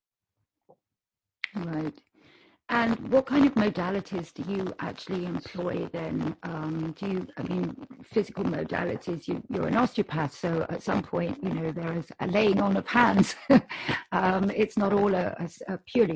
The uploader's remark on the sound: We experienced a few technical issues on this episode.